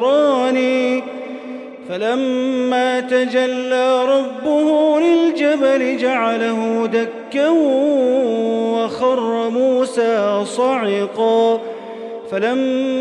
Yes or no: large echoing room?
yes